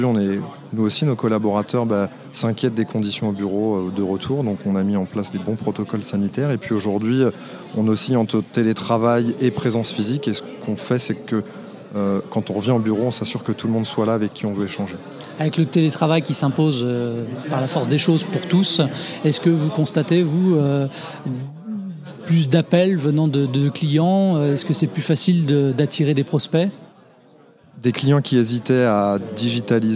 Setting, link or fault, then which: setting, busy venue